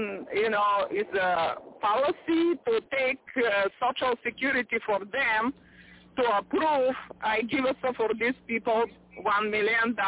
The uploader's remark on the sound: TNTSuperfantastic Conference Call